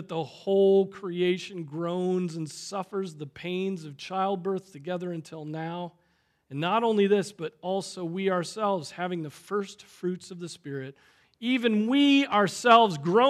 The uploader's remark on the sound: Preached on April 16, 2023 at Trinity Presbyterian Church